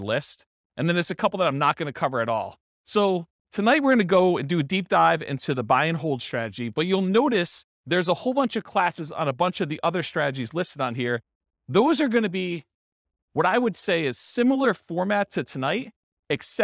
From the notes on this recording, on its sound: This was a live class recorded